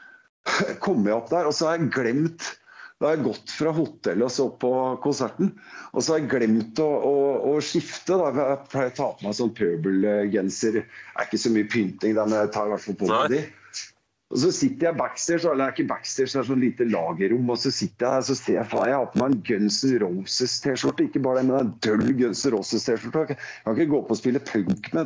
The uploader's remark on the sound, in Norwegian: Podcasten er innspilt via Skype.